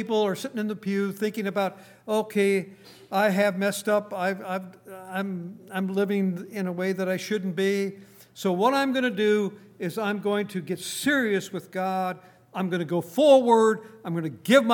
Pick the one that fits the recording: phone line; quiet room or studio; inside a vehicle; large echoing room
large echoing room